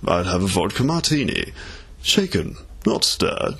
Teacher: it's very much more of a lilting sound. It goes up and down, but you've got to imagine that you have to keep your eyebrow raised, you know, raise one of your eyebrows, so you're kind of being ironic, and then you start to speak like Roger Moore, like that.